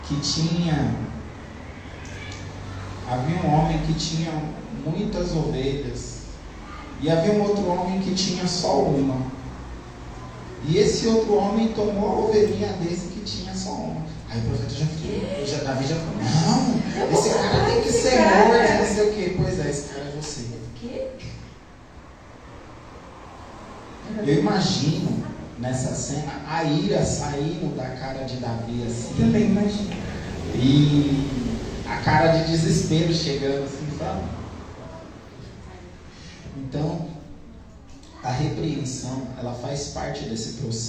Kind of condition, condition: setting, large echoing room